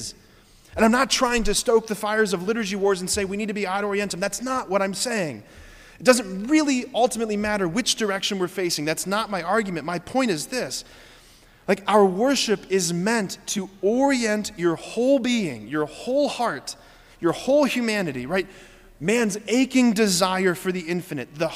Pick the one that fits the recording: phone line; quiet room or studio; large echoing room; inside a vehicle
large echoing room